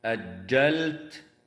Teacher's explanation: وتظهر اللام الساكنة في كلمة أجلت وتسمى بلام الفعل